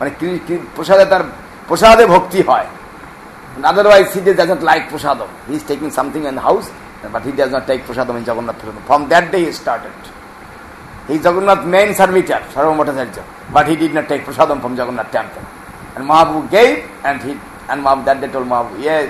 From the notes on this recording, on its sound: An extract from a lecture given on 7 September 2009 in Sri Chaitanya Saraswat Math, Nabadwip Dham.